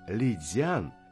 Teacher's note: в слове Лицянь Ли произносится во втором тоне, дзян в первом тоне.